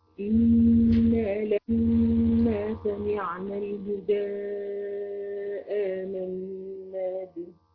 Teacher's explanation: الميم بتاعت لما هتلاقي عليها حرف شدة تغن بمقدار حرفين · Term: الميم المشددة